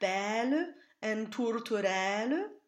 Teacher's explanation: be sure to linger on the open E vowel and not the double L that follows